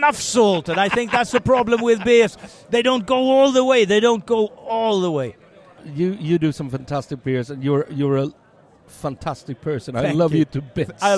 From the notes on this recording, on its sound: Stockholm Beer & Whisky Festival 2023. Set out to the Stockholm Beer and Whisky Festival at it’s new venue.